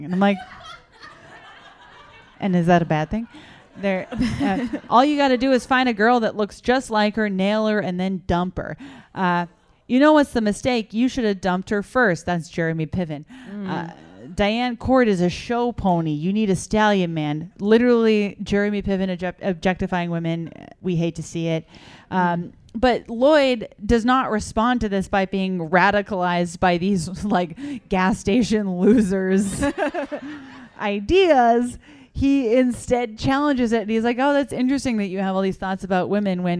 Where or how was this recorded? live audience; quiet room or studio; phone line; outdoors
live audience